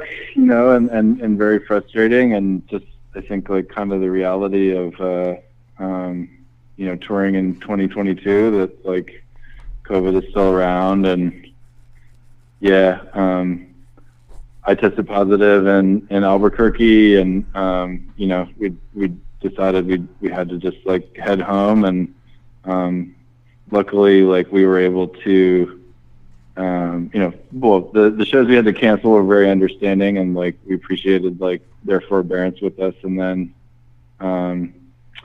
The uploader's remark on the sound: Partially in person from the West Coast Meets West End tour in September and some over the phone.